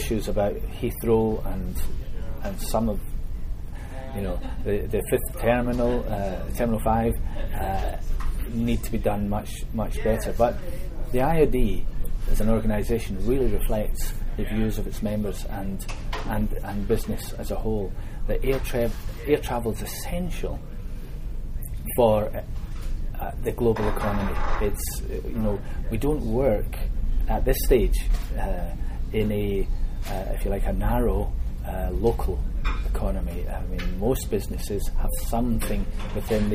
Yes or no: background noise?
yes